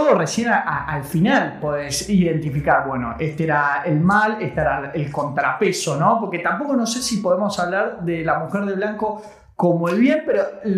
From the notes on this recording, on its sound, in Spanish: el audio salio con un poco de eco